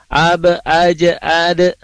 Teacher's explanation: Kalau huruf ba, jim, dalnya dipantulkannya itu tipis, kalau huruf to dan huruf qaf itu dipantulkannya tebal.